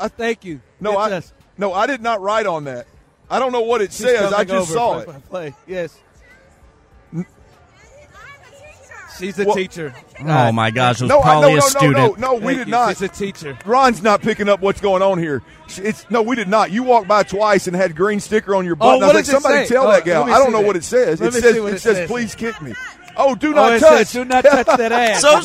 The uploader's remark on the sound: As THE DRIVE was broadcasting LIVE for Football Friday from the George R Brown Conventions center